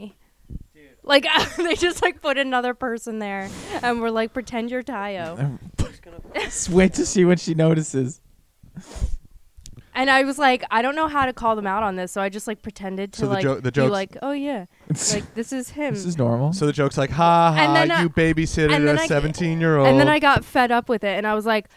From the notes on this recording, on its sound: get together in person outside for the first time since the quarantine started with a couple of friends who are really bad at talking into the microphones